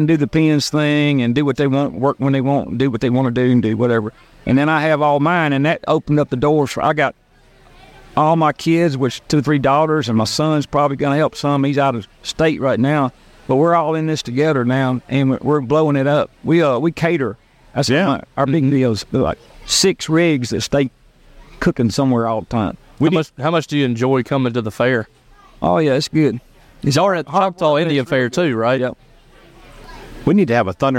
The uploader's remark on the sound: The boys are live at the Neshoba County Fair. Live from admist all the action the fair provides.